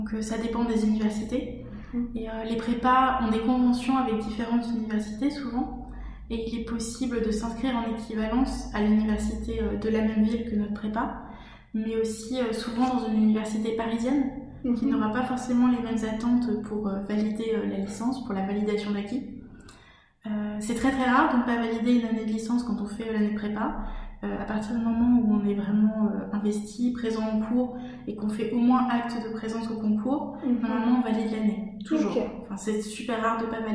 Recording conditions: echo